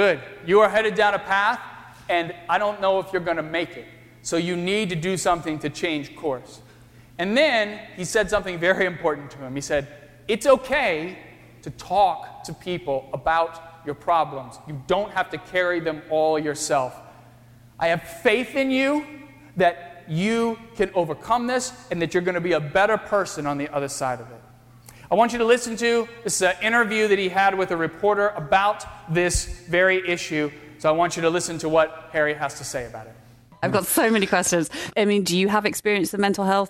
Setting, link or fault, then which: setting, large echoing room